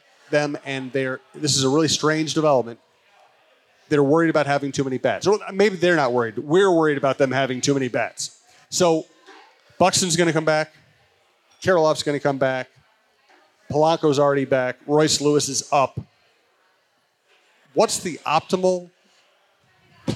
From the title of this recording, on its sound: Chin Music live from Gluek’s